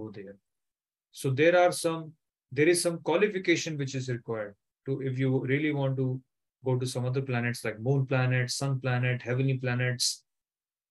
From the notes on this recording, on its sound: Zoom recorded class